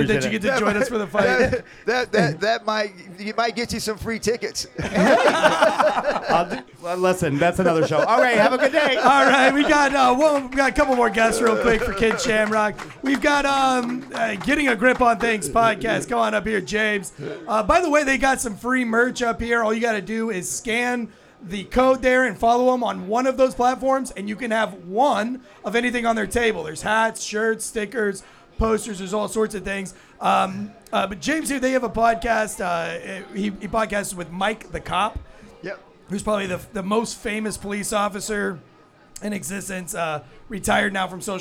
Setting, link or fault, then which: setting, busy venue